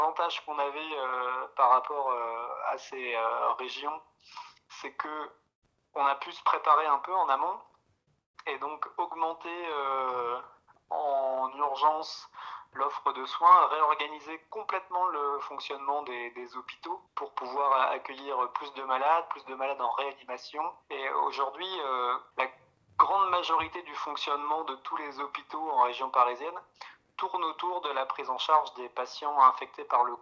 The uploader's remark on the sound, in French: il et elle racontent au téléphone